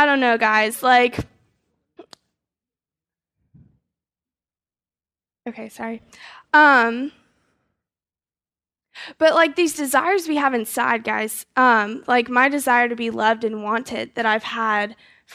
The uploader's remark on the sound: GoldRush 2011 Seminar - Fellowship Hall E/F